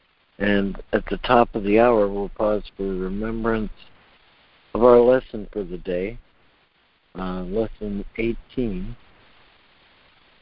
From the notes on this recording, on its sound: ACIM Daily Conference Call.